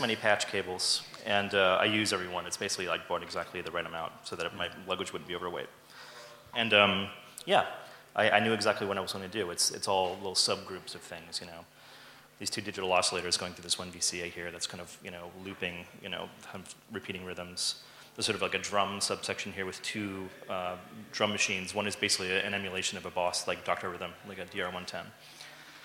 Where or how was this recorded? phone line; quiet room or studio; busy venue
busy venue